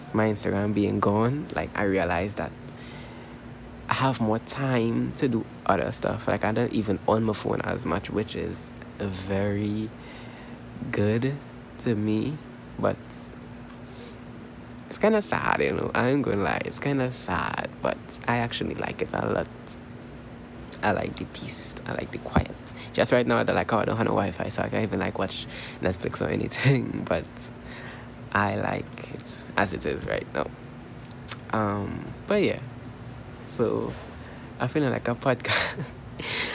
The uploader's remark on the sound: This episode was so unintentional, but I'm uploading it anyways. I do apologize for the background noises.